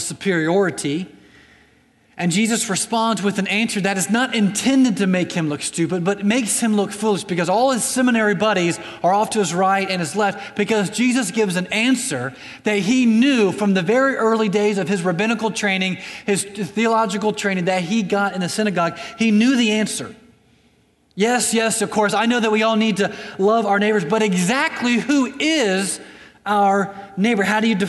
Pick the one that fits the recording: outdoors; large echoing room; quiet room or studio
large echoing room